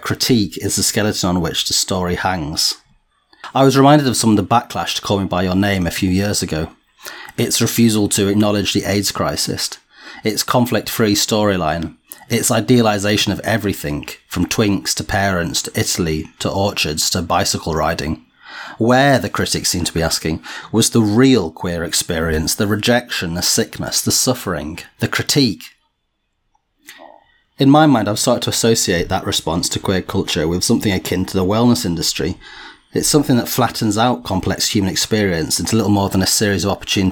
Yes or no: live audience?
no